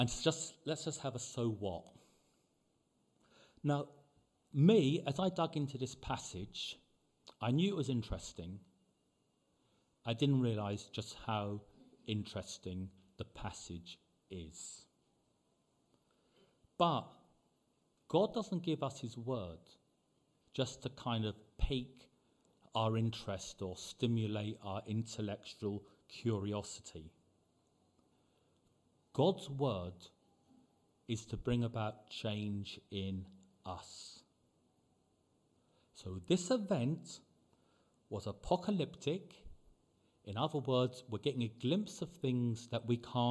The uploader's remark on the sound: Preached at the LCC Sunday Service